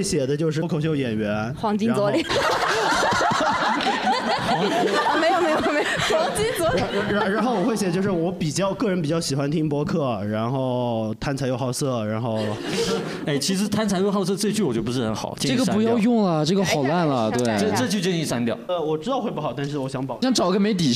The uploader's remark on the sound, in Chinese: 本期是第一次带现场观众录制，不知哪位主播紧张得搓手手导致断断续续会有点底噪，努力后期调整后是现在的效果。录制现场直接陷入大混乱。